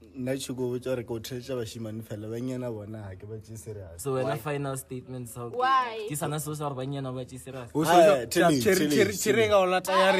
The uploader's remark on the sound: Shot this outside so there’s no video rn.